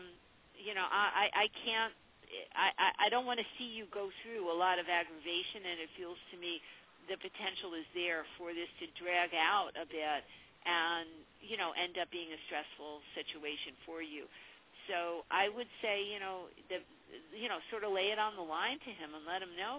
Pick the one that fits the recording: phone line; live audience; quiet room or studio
phone line